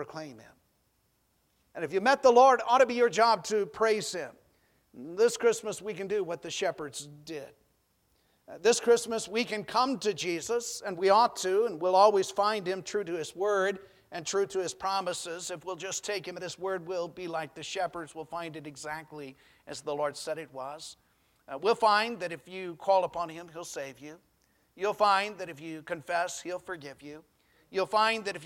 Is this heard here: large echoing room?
yes